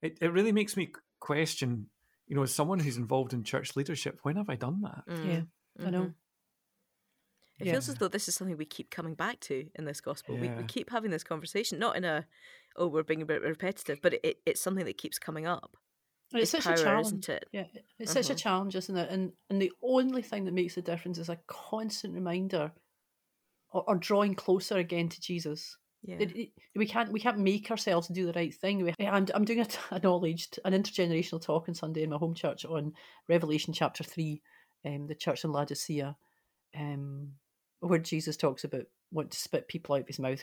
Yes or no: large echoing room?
no